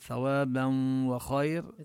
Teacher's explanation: ثوابا وخير، هنا نمد المد الطبيعي بثوابا وندغم عند الوصل ثوابا وخير، ندغم هذه النون التي في التنوين بالواو إدغاما مع الغنة، ولم يضع الشدة على الواو لأن الإدغام كما بينا هو إدغام ناقص، بقي أثر النون التي في التنوين وهو الغنة الذي هو صفة للنون.